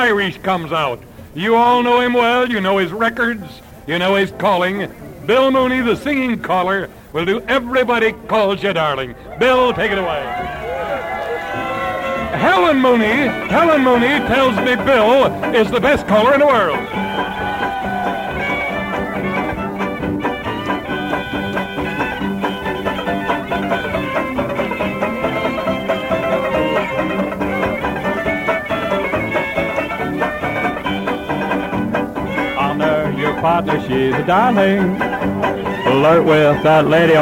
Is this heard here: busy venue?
yes